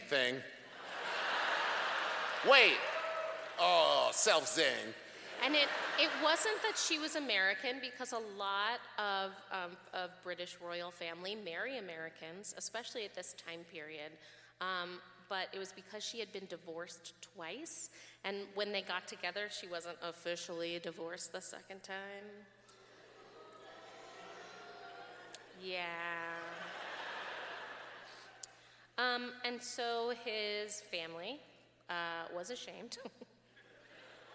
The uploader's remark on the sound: This week's episode was recorded LIVE in Salt Lake City.